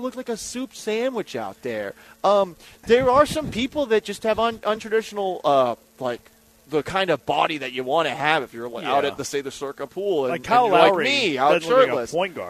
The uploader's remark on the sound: LIVE from Circa Resort & Casino in Las Vegas!